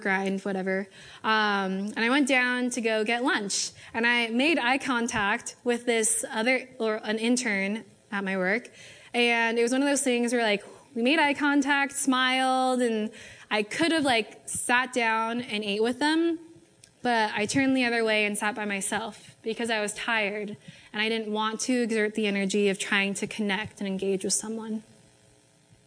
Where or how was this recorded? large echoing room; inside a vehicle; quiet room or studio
large echoing room